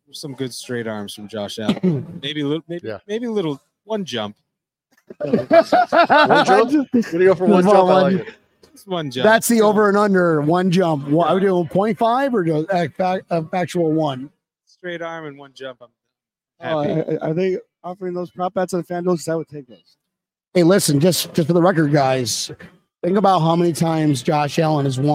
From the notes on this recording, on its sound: live from 3 Sons Brewing Co